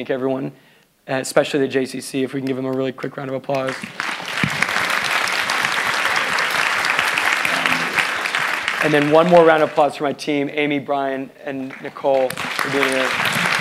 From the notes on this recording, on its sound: Live at the Palo Alto JCC.